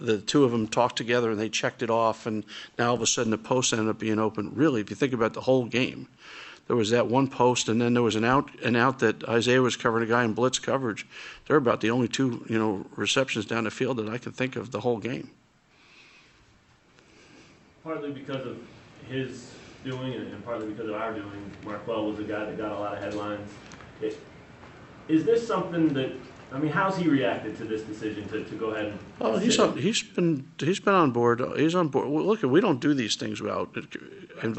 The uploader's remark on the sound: Press Conferences & Post-Game Interviews